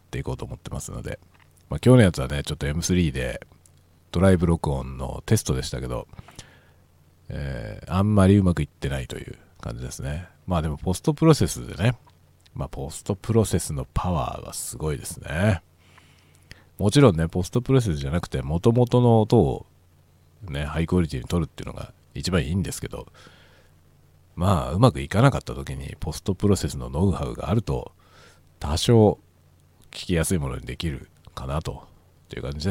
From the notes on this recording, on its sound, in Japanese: 仕事にでかける道中、車を運転しながら雑談する回ですが例によっていろいろうまくいかないことが満載。スタジオ録音部分 TASCAM TM-82 車内：ZOOM M3 MicTrak。スタジオ録音部分：CUBASE Elements 車内：ZOOM M3 MicTrak。